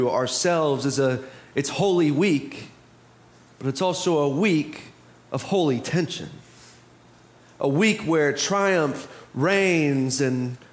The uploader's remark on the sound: Preached on Palm Sunday (April 2, 2023) for our MorningSong Worship Service.